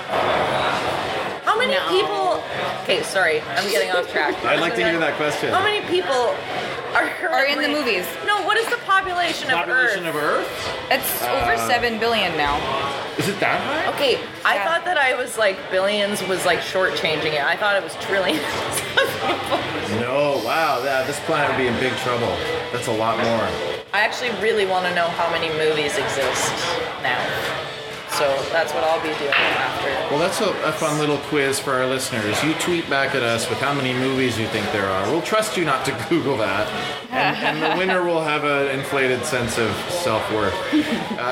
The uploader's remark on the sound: Toronto Sketch Comedy Festival. Sitting down with artists during a brunch gathering of sketch comedians.